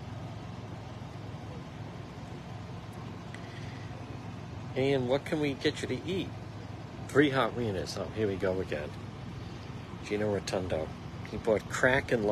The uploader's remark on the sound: On-the-scene livestream 6/20/23 off cranston street in cranston